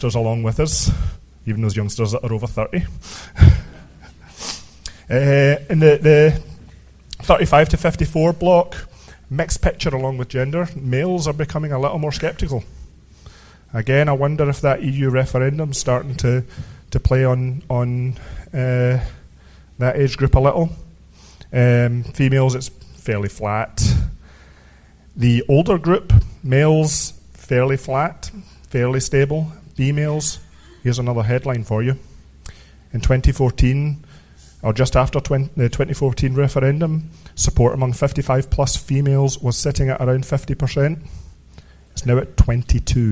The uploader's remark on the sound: was recorded in Glasgow, Scotland on the 19th of January 2017 at the Sottish Independence Convention conference